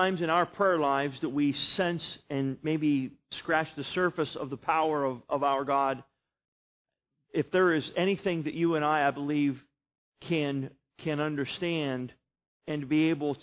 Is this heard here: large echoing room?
yes